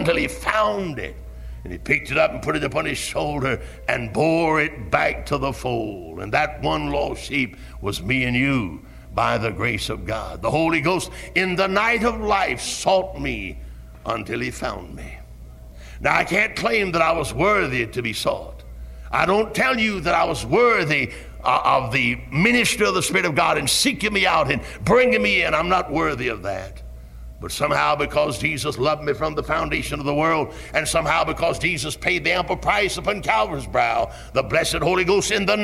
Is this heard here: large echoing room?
yes